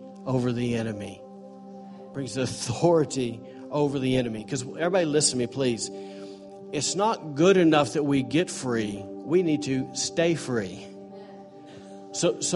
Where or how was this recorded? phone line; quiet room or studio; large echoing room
large echoing room